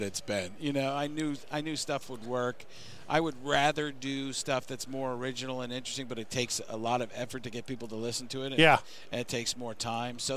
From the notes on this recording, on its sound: live on Radio Row